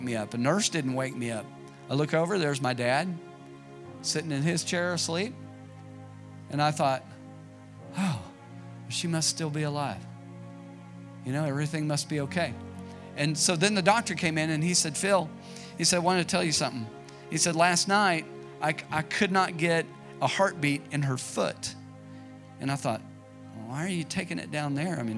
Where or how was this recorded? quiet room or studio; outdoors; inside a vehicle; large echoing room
large echoing room